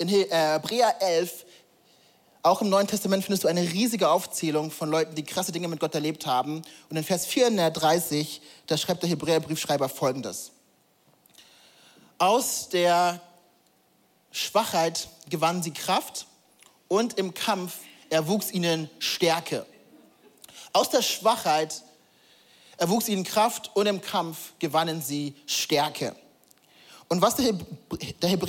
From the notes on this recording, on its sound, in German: Audiomitschnitt der Predigt